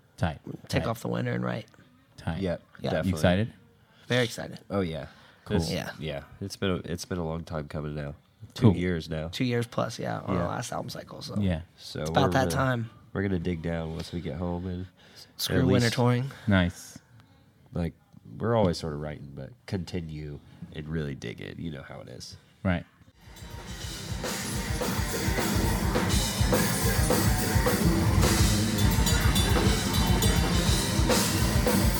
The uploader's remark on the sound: Playing in Dallas at the Gas Monkey Bar and Grill.